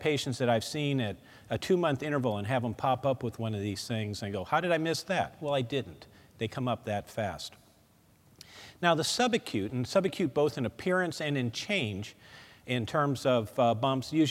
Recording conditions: live audience